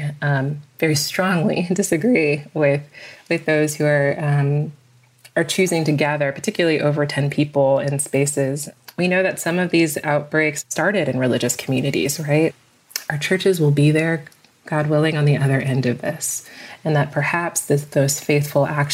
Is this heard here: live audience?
no